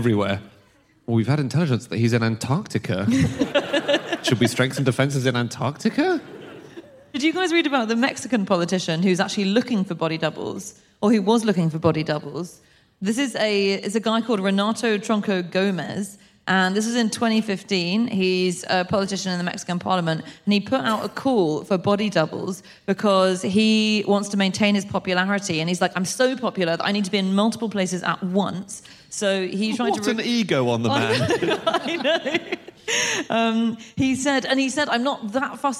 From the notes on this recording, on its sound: Live from Birmingham